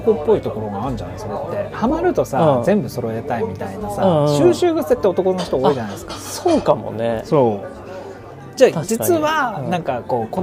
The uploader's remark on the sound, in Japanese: 初の勝手に公開収録、居酒屋店内でのゆるゆるフリートーク回です